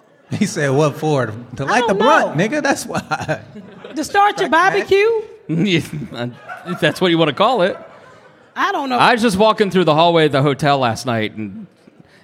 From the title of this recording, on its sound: Live from The Second Annual Crack Baby Party